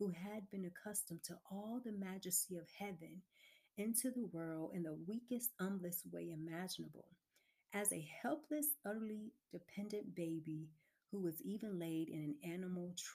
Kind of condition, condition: fault, uneven or low level